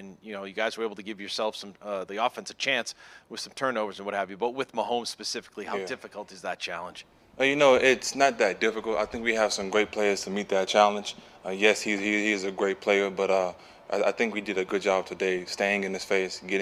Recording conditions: busy venue